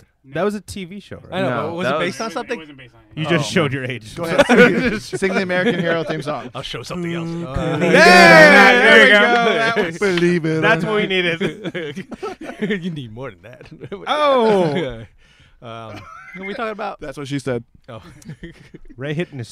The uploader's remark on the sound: Recorded on Day 3 of WonderCon. WonderCon Special. Recorded on Day 3 of WonderCon.